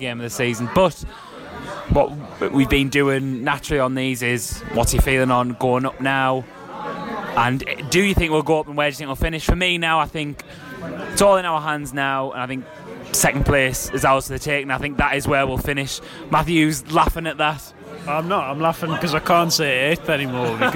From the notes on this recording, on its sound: enter your earphones from one of Roker's finest drinking establishments